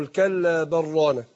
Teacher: لكن كلا بل رانا، عندنا بل رانا هنا حكمها الإدغام، حكم اللام هنا تدغم اللام في الراء من طريق القصر، من طريق قصر المنفصل، أقول كلا بل رانا، يبقى من طريق القصر، وانا بقرا بقصر المنفصل يبقى انا اضغم ايه، اللام في الراء، الكلا برانا.